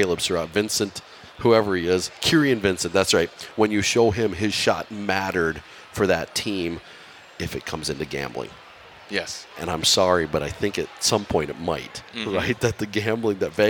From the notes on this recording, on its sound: LIVE from the Golf Show. 2024 Minnesota Golf Show!